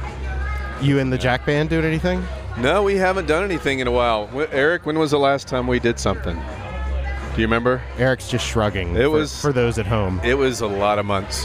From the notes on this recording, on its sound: Talks with two guests on location at Midtown Con in Memphis.